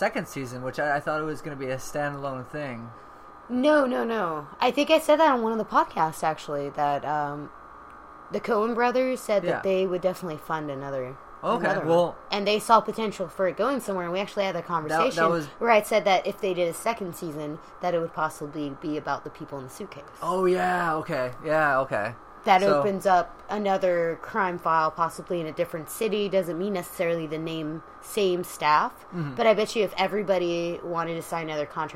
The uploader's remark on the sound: First off sorry for the noise is the background. It was really hot so that is my AC keeping us cool for the podcast.